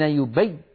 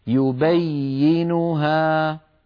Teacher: المهم أن لا ينقطع صوت الياء، لأن الياء حرف رخو يمتد الصوت به · Shown in: second take